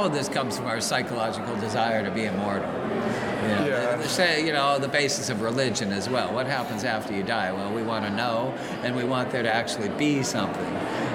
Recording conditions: background noise